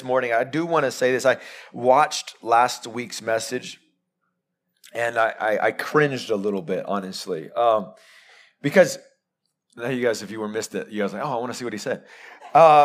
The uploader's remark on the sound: Live sermon recorded 29-May-2022